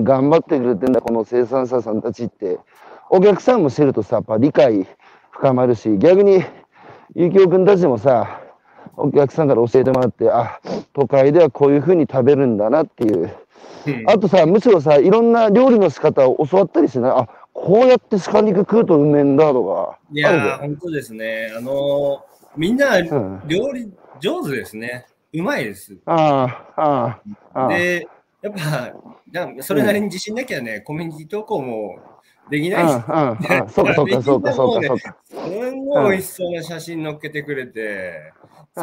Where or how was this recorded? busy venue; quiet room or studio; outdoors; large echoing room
outdoors